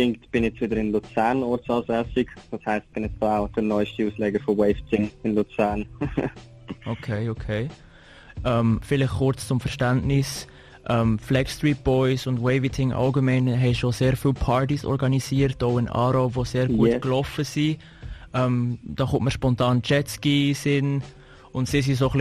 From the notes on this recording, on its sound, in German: Telefoninterview by Radio 3FACH.